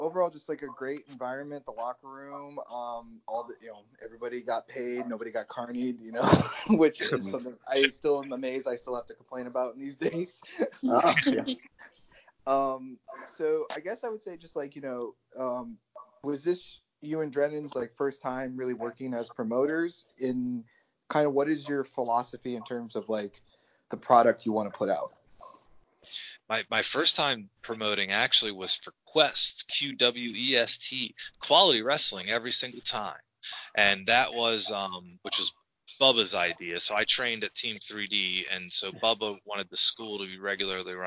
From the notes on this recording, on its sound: Skype it up